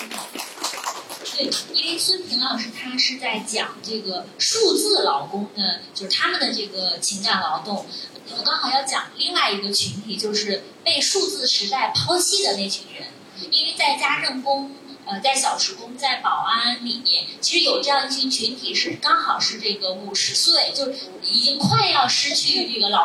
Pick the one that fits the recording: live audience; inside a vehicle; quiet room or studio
live audience